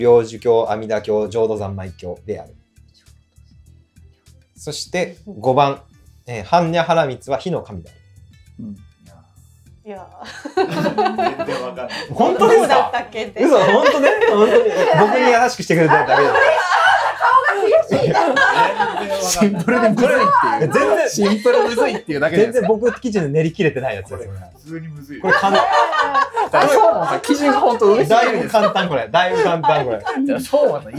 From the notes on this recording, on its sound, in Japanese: おもしろ仏教クイズ』inロータスラジオ公開収録。公開収録で大盛り上がりのなか繰り広げられた『仏教クイズ』。